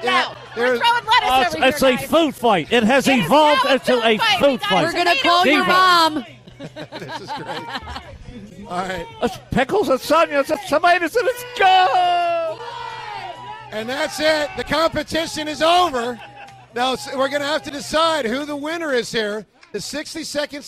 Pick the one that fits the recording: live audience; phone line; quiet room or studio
live audience